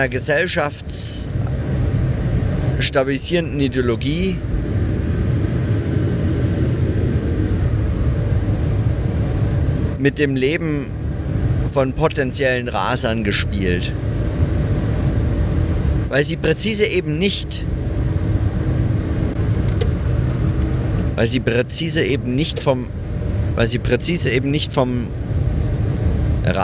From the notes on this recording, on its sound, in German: Auf der Fahrt von Nürnberg nach Köln - leider mit sehr schlechtem Sound.